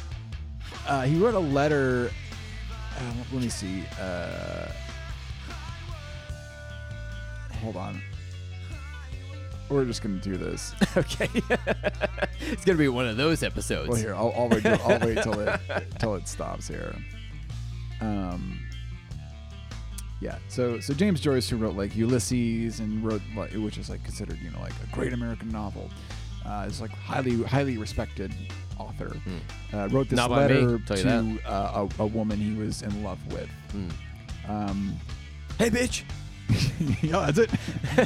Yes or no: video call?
no